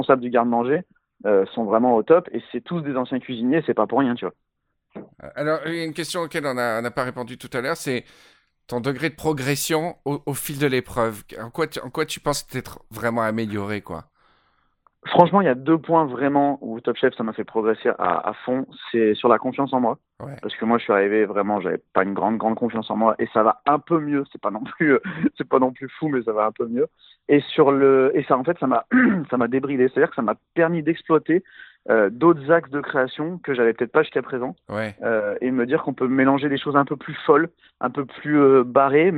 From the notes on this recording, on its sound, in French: Au téléphone